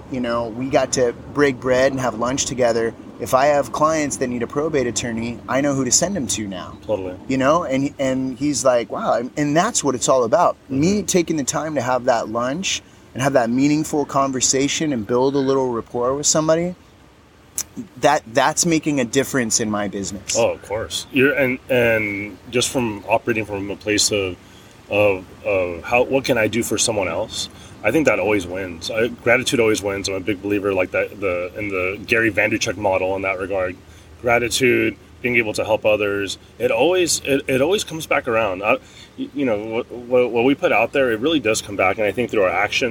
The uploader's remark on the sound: go outside and record this podcast while sitting on a pier by a lake with ducks in Orange County